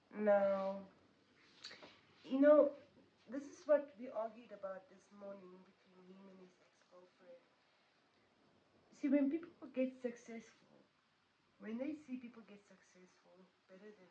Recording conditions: poor sound quality